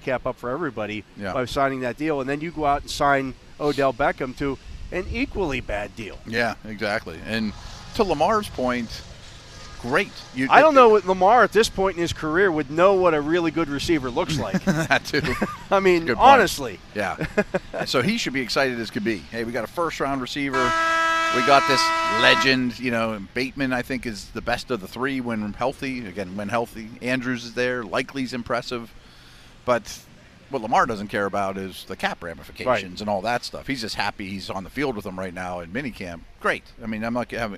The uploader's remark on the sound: broadcast live from the UPMC Rooney Sports Complex during day two of Steelers' Mini Camp